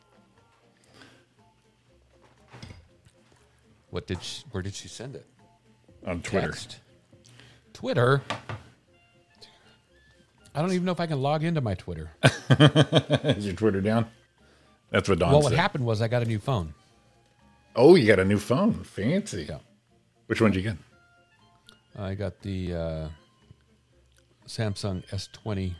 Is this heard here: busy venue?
no